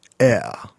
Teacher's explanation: the more British, air, without even an R